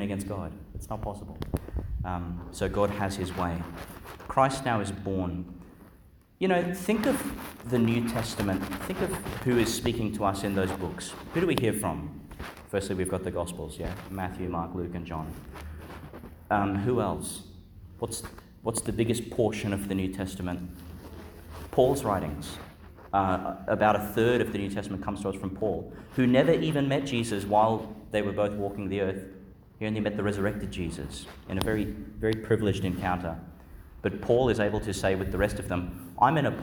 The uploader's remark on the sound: Homily for the Feast of Saint John, Apostles, Evangelist (Tuesday in the Christmas Octave), delivered at Our Lady Star of the Sea Church, Gladstone, Qld.